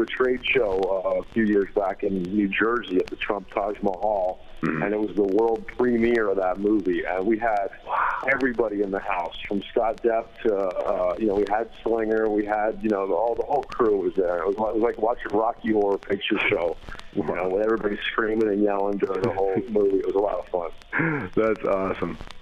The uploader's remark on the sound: Phone Interview